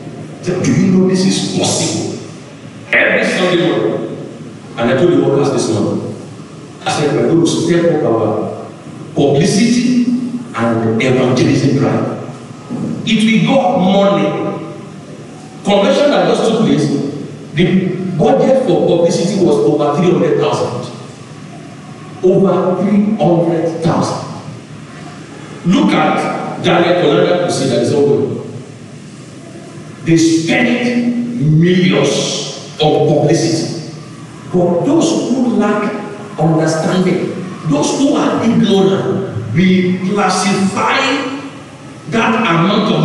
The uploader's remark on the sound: Covenant Champions Global Assembly LIVE Service.